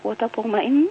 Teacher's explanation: أفصل بين التاء والطاء في المخرج